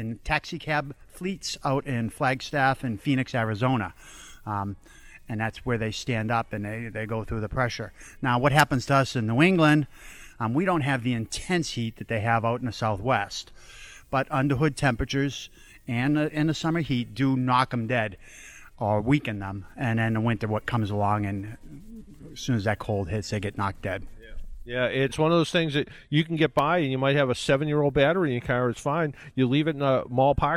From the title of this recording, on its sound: Live from a local Volvo dealership